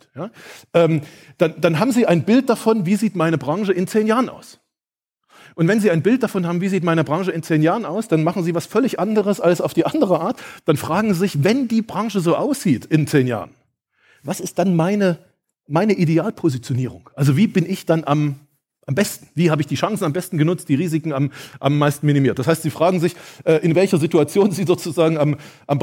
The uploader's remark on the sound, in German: In meiner Keynote vom Zukunftskongress 2022 stelle ich dir das „Geheimnis“ wissenschaftlicher Zukunftsforschung vor.